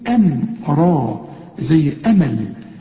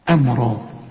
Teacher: شوف الهمزة والميم مرققة، أما إيه اللي خلانا نقولها كده؟ الراء مفخمة